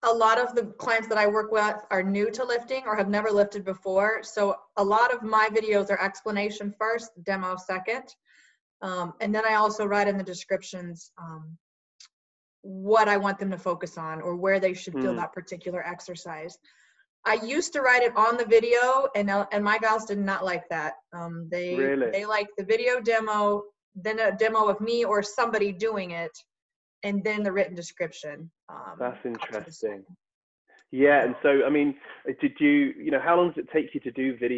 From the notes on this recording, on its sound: via Zoom so please excuse the audio quality